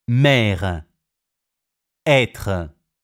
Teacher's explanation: E con accento grave. Ed E con accento circonflesso si pronunciano aperte.